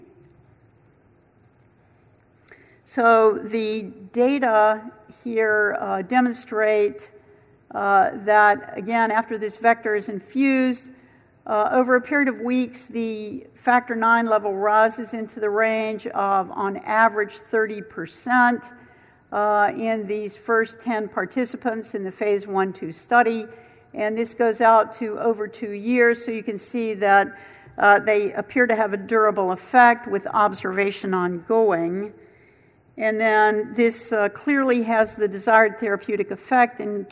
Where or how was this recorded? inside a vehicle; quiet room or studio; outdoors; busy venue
busy venue